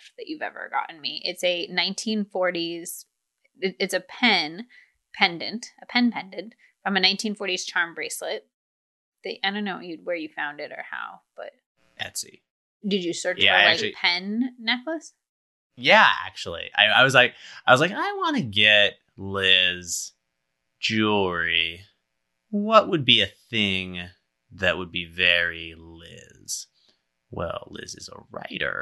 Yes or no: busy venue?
no